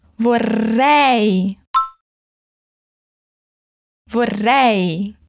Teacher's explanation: na hora de pronunciar os R's, coloca a língua lá no céu da boca, vibrando ela